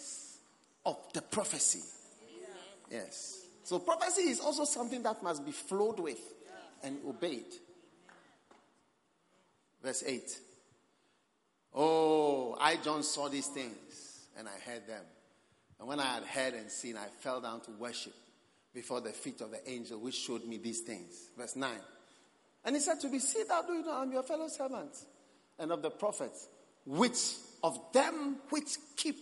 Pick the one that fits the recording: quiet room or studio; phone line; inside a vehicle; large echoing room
large echoing room